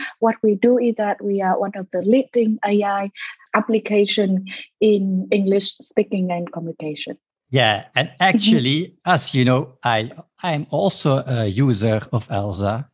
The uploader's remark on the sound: This episode was recorded through a Zoom-call on February 15, 2022.